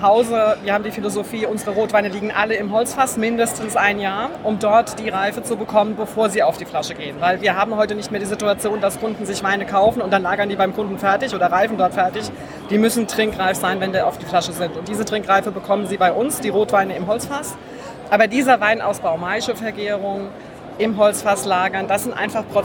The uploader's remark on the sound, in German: ProWein Special. Live von der weltgrößten Weinmesse „ProWein“.